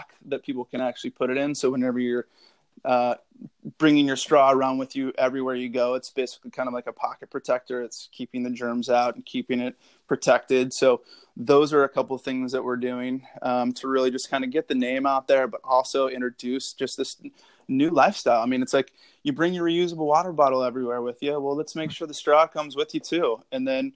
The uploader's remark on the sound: It's the first ever episode we've done via phone, so it took us a few seconds to get it rolling at the beginning.